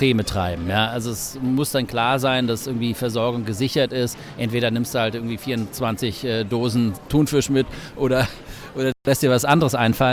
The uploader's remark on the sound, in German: Live vom Weihnachtsmarkt.